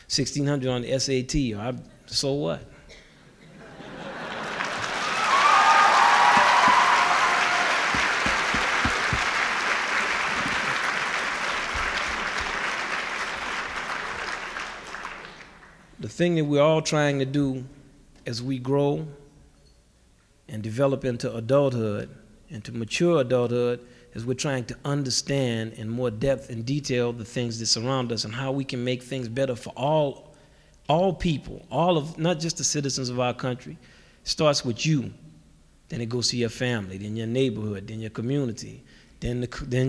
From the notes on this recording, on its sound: Symposium (SD). In this video podcast, recorded at the Academy of Achievement's 1988 Summit in Nashville, Tennessee.